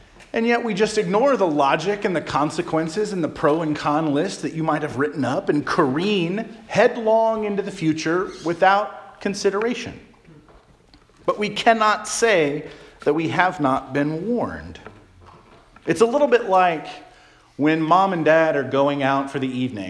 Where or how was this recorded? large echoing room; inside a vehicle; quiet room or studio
large echoing room